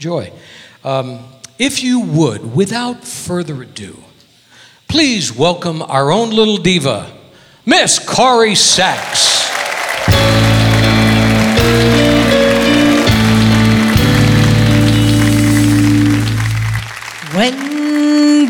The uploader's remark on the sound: Live at the SountPoint Casino